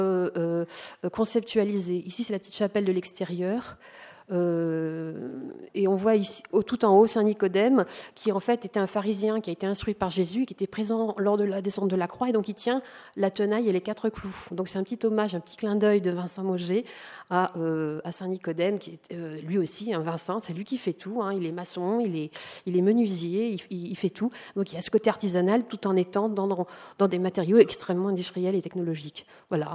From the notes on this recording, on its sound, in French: Intervention enregistrée le 7 octobre 2010 dans le cadre du colloque « Exposer l'art contemporain dans les monuments historiques »